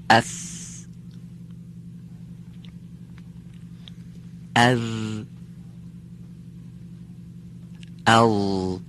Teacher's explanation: این 3 حرف از برخورد نوک زبان به پشت سر دندانهای پیشین بالا که در فک بالا قرار گرفته به تلفظ در میان.